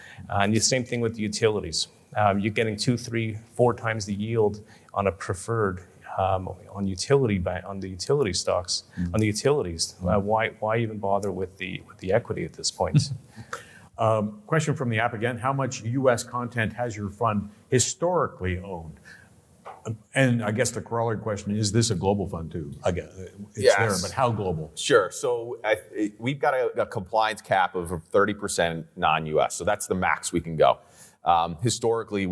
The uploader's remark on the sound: A daylong event for advisors. Sessions ran both onstage in Vancouver to a live audience, and from our Toronto studio for a crowd of thousands more online. They also field a few questions from the live audience.